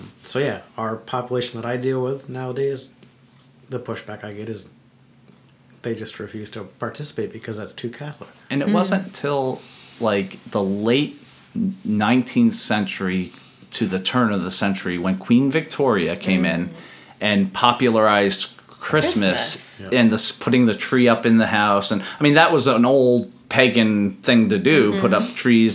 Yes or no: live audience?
no